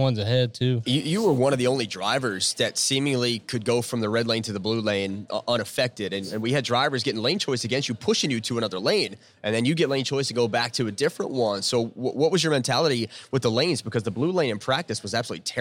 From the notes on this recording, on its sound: On location in Nashville at the Wildhorse Saloon.